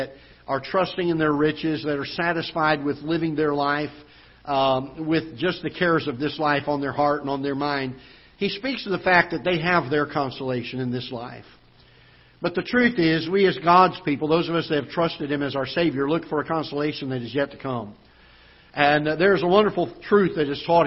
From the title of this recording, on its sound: Ketha Heights Baptist Church ~ Live Broadcast